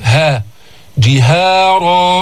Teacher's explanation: جئنا بالجيم المكسورة ثم الهاء ليست مفخمة